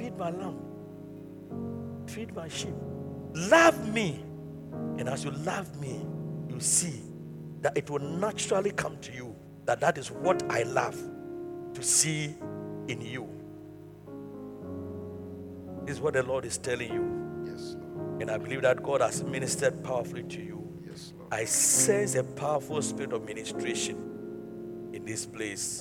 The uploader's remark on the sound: Preached at the Truth Cathedral